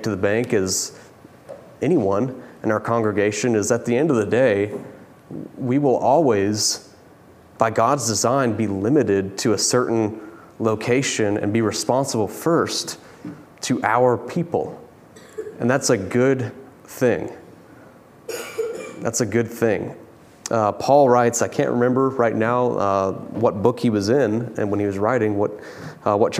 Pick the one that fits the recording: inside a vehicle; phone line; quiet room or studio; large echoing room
large echoing room